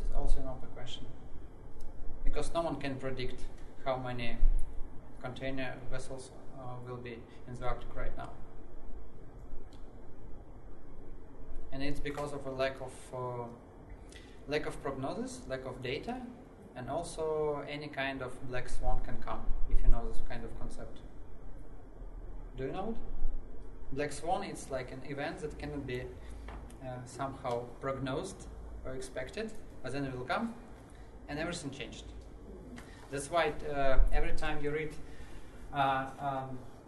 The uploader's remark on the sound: This time with a lecture for economics students from Gothenburg University, which was part of a series of lectures on Chinese society that Nordic Centre organized for them.